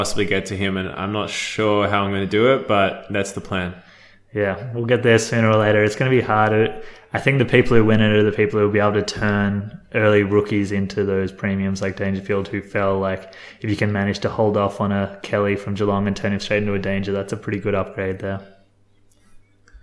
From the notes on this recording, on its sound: Despite the echo on the audio the boys are not in a cathedral